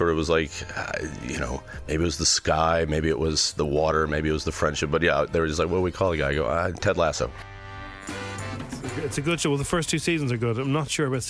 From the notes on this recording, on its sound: He called in for a chat!